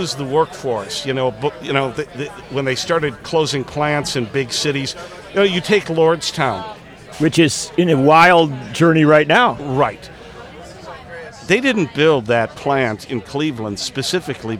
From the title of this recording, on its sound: Live from LaborFest 2023